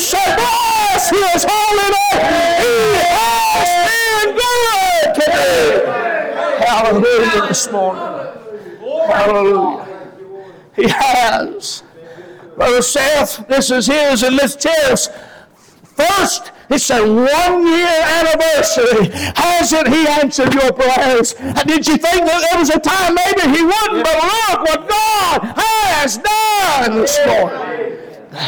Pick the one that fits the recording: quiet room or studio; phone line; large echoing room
large echoing room